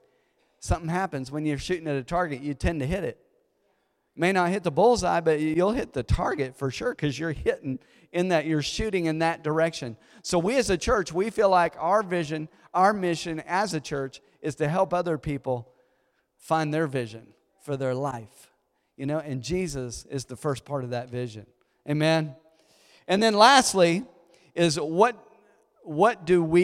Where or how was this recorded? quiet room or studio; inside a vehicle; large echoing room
large echoing room